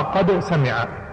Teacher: الدال لا تدغم بالسين